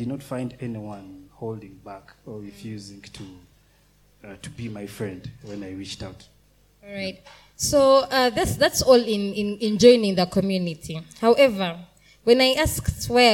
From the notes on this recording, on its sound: Panel Session :: Ablaze Youth Conference 2023 :: Day 2 :: Afternoon Session. During the afternoon session of Day 2 of Ablaze Youth Conference 2023, we had a panel session.